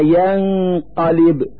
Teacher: نلفظ النون الساكنة من كلمة ينقلب من مخرج القاف من نفس الكلمة ينقلب · Term: إظهار الغنة